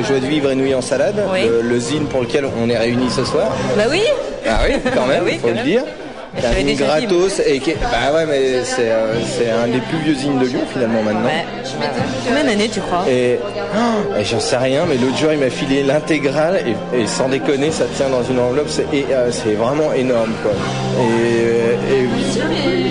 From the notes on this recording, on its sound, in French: Live à saint étienne 2011 à la gueule noire. Reportage dans le lugubre lieu du buffet froid.